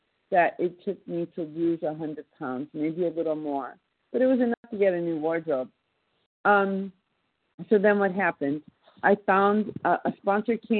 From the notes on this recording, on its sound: from the 100 Pounders Phone Meeting, 10/20/23.